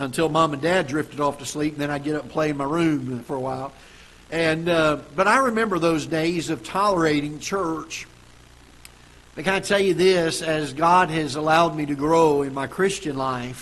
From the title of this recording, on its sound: Ketha Heights Baptist Church ~ Live Broadcast